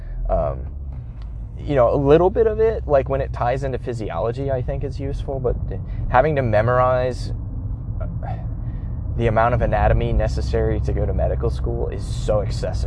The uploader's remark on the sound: I recorded the audio in my car so the quality won't be as good as usual.